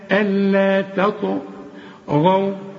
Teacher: يبقى الطاء والغين مفخمين والواو حرقاها.